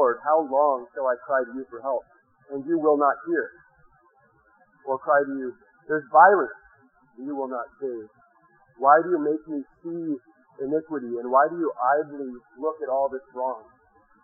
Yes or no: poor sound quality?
yes